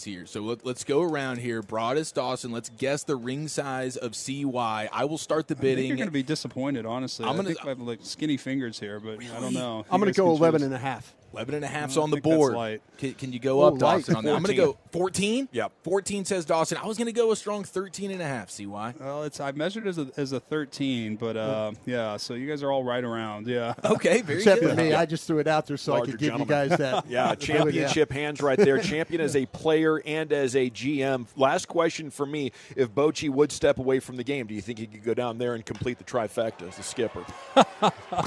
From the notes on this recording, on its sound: Live from Texas Rangers Spring Training. Live from spring training in Surprise.